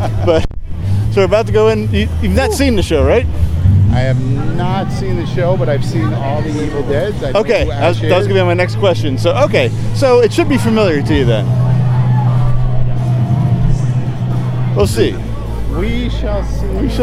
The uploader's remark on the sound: Opening Night of Halloween Horror Nights 2017 at Universal Orlando Resorts